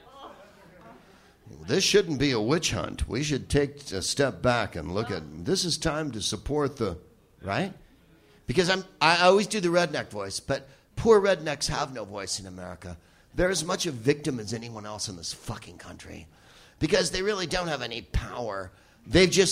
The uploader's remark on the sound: Live from The Crocodile in Seattle